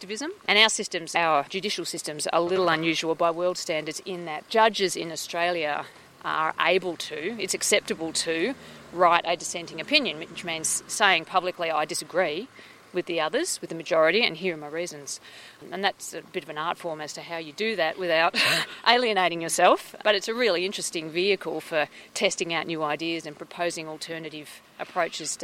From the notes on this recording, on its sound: For a walk around the grounds of the Australian National University.